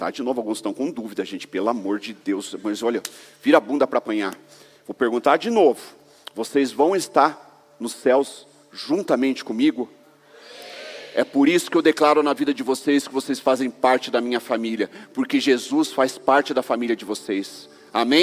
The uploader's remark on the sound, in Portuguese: Culto de Celebração